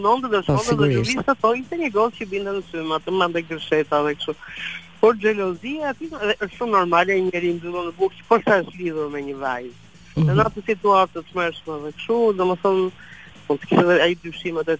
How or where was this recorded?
phone line